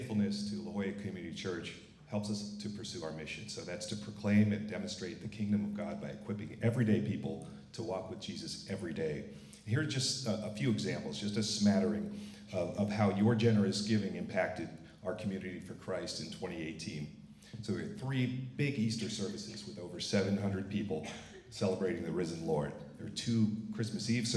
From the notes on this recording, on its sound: This is a recording from the 9:00 am service.